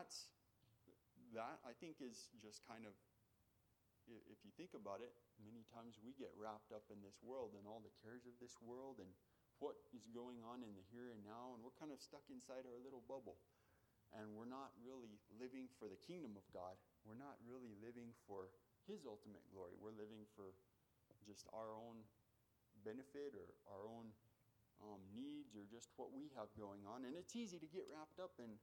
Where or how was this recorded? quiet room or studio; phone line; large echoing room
large echoing room